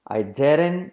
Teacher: la T de didn't no se pronuncia